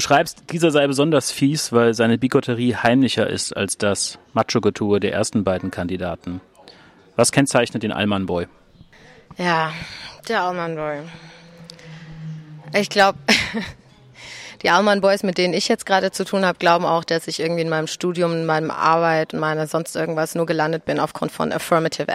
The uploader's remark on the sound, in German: In dieser Ausgabe von »ILTIS in Bermudas«, die wir in einem Wirtshaus in der Neckarstadt aufgenommen haben